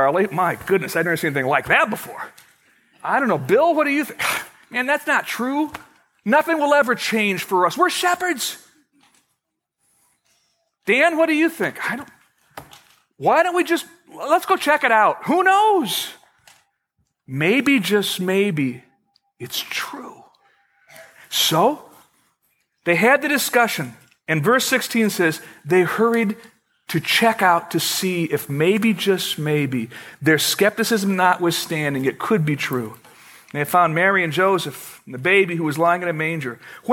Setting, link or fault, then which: setting, large echoing room